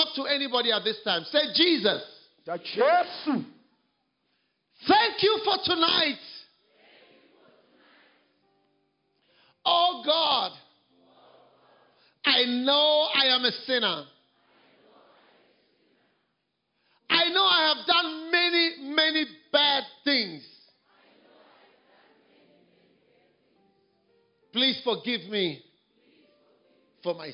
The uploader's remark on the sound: Preached at the Healing Jesus Campaign in Kwekwe, Zimbabwe.